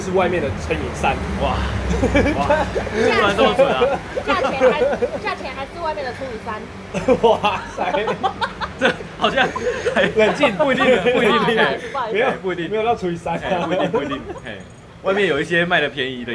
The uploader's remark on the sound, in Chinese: 錄音地點：牽咖啡 Chen Coffee。